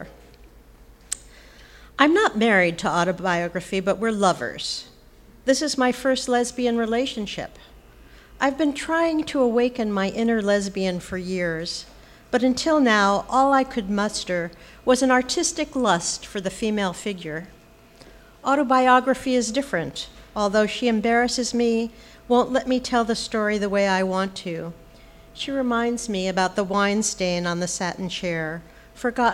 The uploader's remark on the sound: On Stage at Housing Works Bookstore Cafe